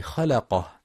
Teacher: وينتبه لترقيق اللام في خلقه، فلا يقرأ خلقه بتفخيمها